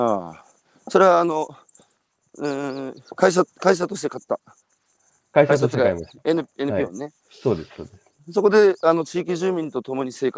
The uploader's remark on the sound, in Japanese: 歩きながら1時間、対談する